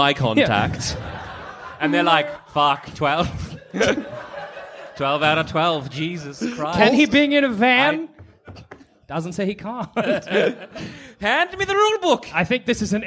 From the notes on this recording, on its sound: Live from Eureka Hotel Melbourne!